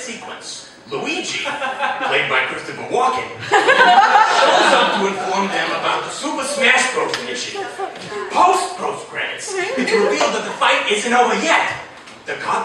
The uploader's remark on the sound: Despite massive microphone failure